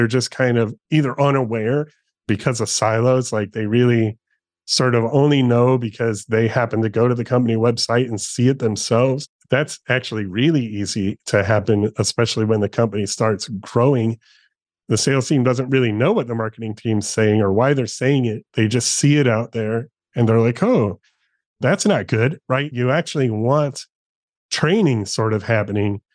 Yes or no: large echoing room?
no